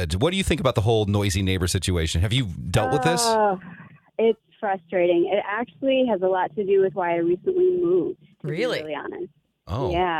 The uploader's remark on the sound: Let's Take Some Calls